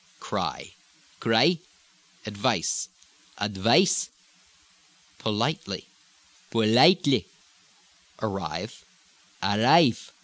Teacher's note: Not much change in pronunciation, but still upward inflection.